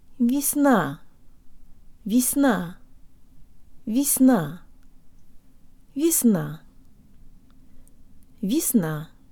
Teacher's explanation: The first y sounds like an e, and the v has a hint of a y sound in it.